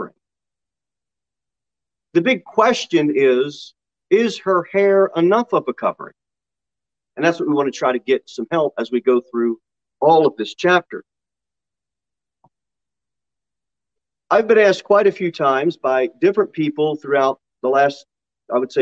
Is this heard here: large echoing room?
yes